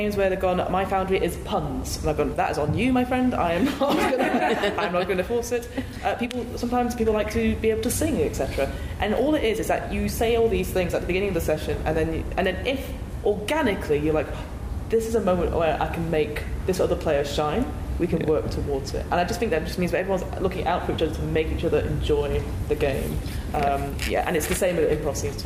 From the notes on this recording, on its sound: MCM Comic Con London 2023. A live recording of the panel. Please note - due to the live nature of this recording, the audio levels may vary.